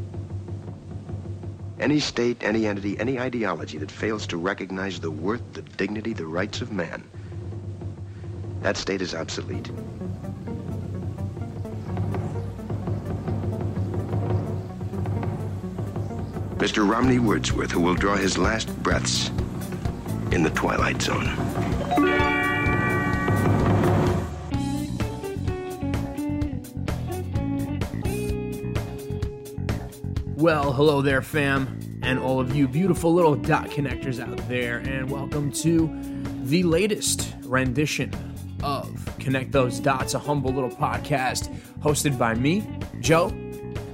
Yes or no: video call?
no